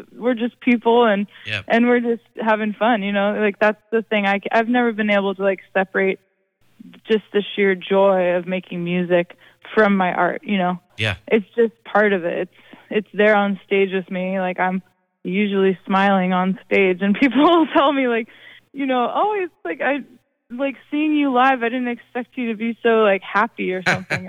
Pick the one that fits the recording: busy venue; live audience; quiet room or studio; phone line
phone line